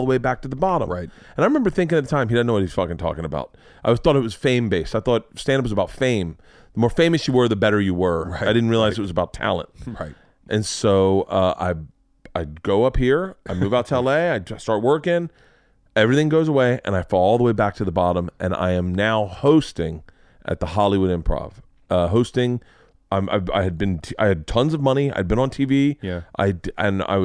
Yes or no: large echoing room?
no